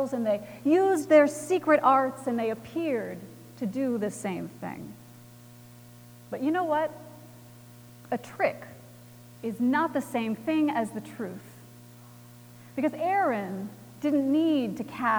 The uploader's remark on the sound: Recorded January 28, 2018 at Trinity Presbyterian Church in Bixby, Okla.